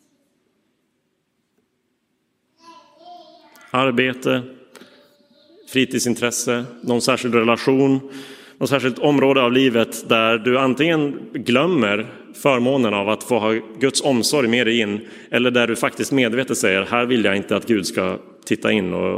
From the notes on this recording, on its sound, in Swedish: Inspelad i Roseniuskyrkan den 4 juni 2023.